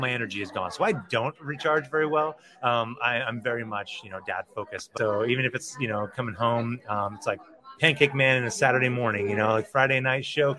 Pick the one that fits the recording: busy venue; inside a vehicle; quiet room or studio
busy venue